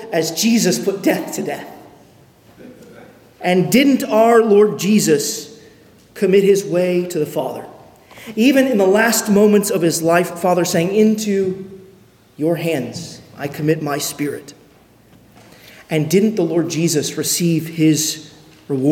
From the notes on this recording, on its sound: at Arlington Baptist Church in Arlington, Virginia